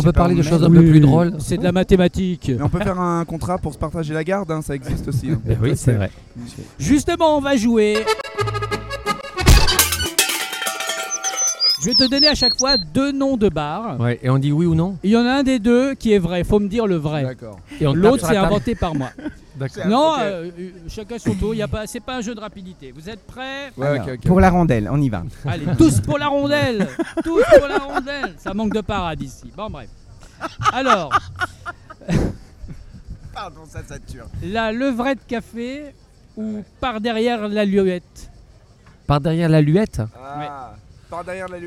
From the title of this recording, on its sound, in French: En direct du Festival Off d'Avignon